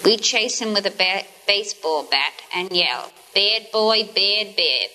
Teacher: New Yorkers say air, high mid ingliding vowel · Term: raising of short A